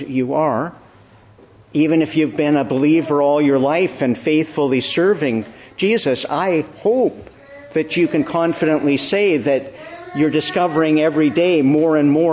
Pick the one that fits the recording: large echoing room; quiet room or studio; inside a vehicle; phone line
large echoing room